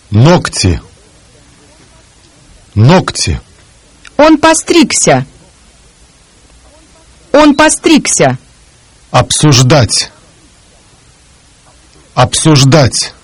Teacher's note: The voiced consonants G, B, D, Z, and V are also devoiced when they immediately precede one of the voiceless consonants K, P, T, S, F, or Sh.